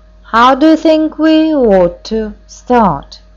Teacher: The word ought is said on a slightly lower note, and the sentence continues on that lower note until it gets to the very last syllable.